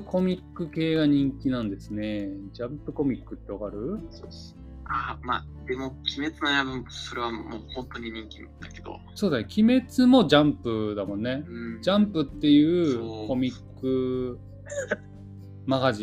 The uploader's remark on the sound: This session is on Discord. Please understand that the audio is a little bad.